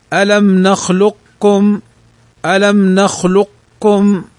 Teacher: وتدغم القاف في الكاف إدغاما كاملا، نحو ألم نخلقكم، القاف ساكنة والكاف متحركة، وهذا من باب إدغام المتقاربين، هذه الآية من باب إدغام المتقاربين لا المتجانسين، فتنطق هكذا: ألم نخلقكم.